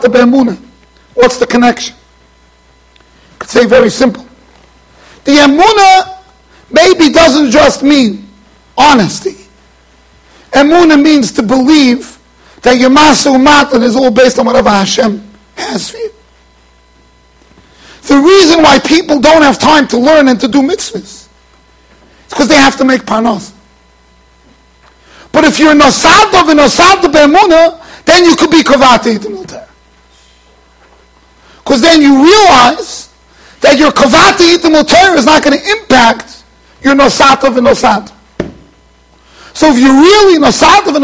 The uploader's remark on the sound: Shiur recorded in Yeshivas Ohr Reuven, Monsey NY.